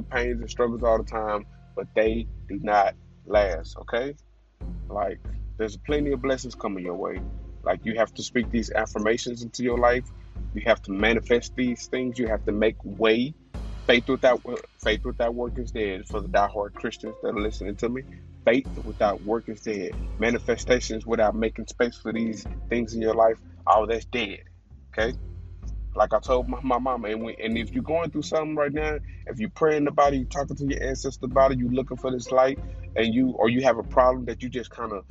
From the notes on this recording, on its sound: The audio is a little crappy but I’ll was in traffic